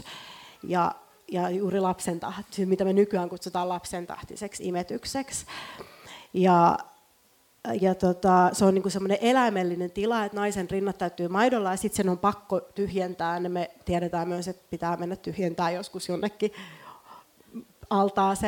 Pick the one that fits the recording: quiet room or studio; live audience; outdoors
live audience